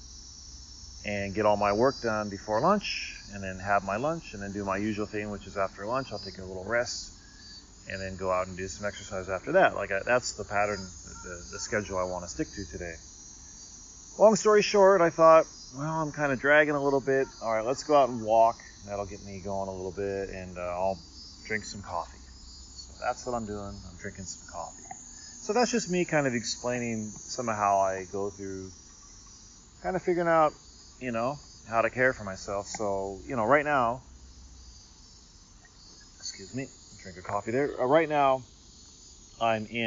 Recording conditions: sounds in the background